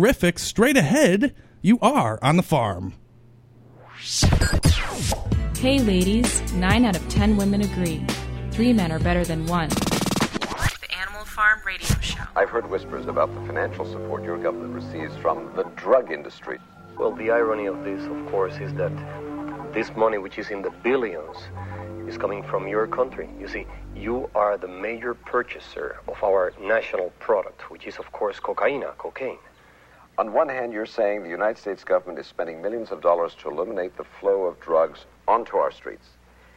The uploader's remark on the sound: We also take phone calls from some listeners